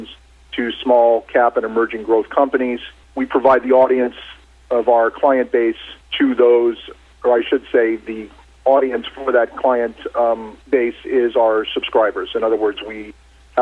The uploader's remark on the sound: called in to SmallCapVoice.